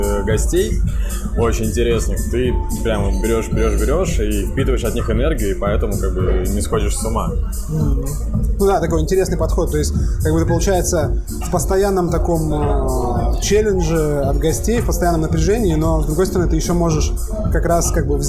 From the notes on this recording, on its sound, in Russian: СОРРИ, ЗАПИСЬ ШУМНАЯ. ЗАПИСЫВАЛИСЬ В ПЯТНИЦУ В ПОЛЕВЫХ УСЛОВИЯХ.